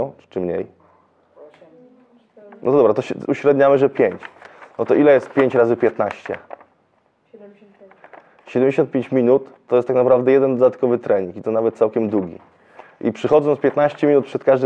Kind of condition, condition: setting, live audience